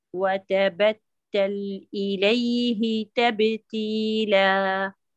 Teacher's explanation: أعط التاء الأولى زمن الانتباس.